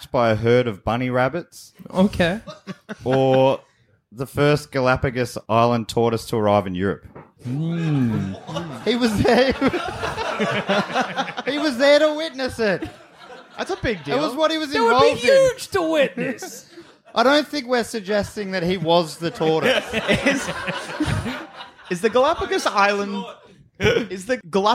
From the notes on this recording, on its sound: Was recorded live in Melbourne at the Retreat Hotel in Brunswick.